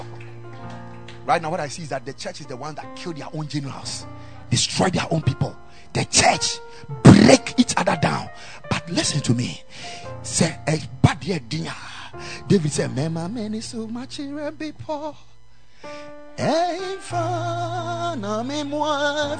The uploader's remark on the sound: Preached at the Ekklesia Chapel.